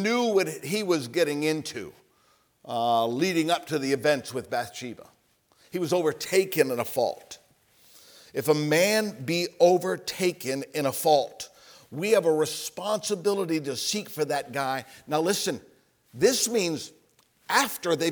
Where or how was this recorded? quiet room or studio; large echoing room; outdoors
large echoing room